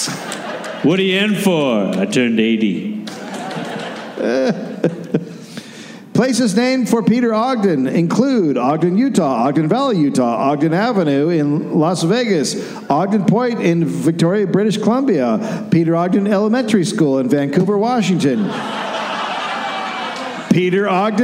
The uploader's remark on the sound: Recorded live in Salt Lake City, Utah.